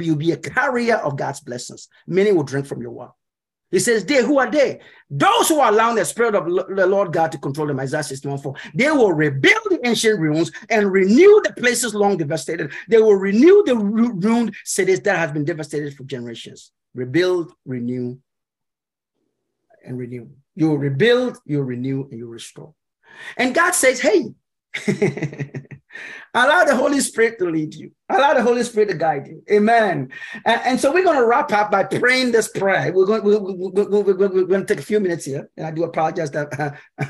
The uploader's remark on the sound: Message taught via Zoom at Church of Pentecost USA—PIWC, Silver Spring, MD.